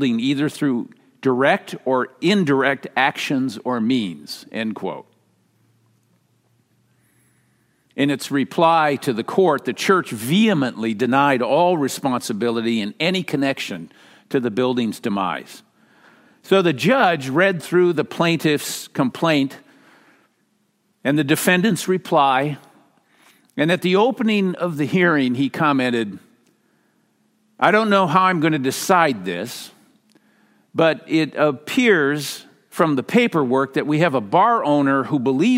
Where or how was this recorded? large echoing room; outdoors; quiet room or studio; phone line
large echoing room